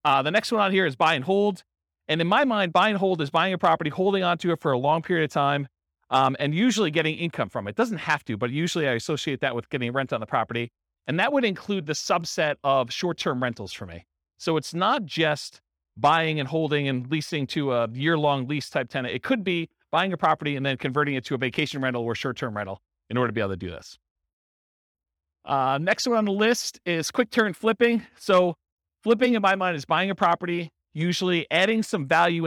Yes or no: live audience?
yes